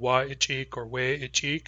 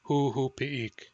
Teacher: The vowel of the ending ik is usually or always long.